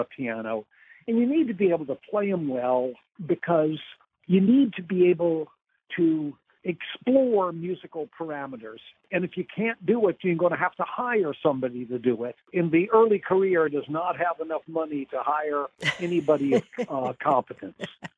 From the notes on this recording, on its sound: spoke by phone